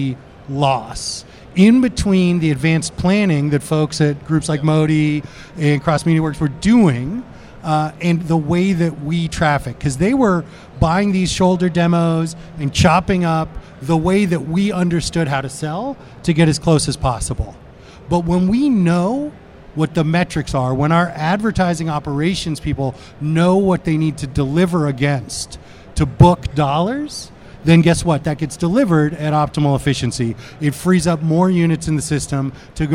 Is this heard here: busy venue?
yes